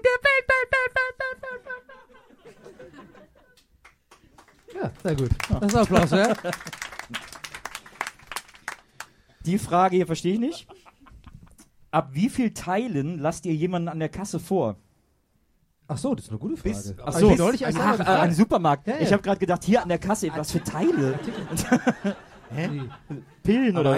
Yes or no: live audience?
yes